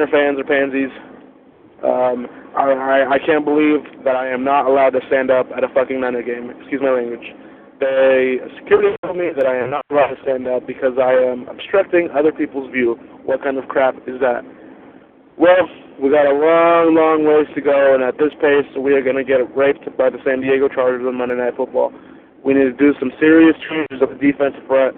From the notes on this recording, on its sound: Raider Nation “Boneline” Call-in Segment